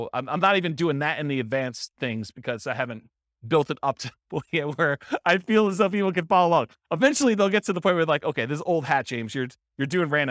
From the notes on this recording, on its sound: This was a live class recorded